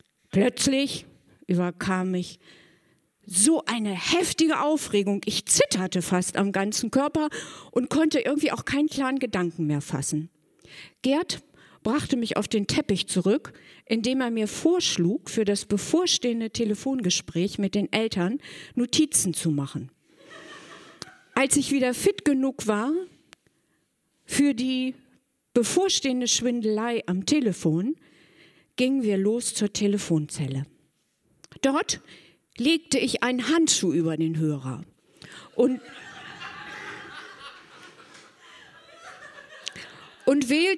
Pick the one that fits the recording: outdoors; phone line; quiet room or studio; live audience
live audience